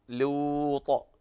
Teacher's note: كلمة لوط لابد من ترقيق اللام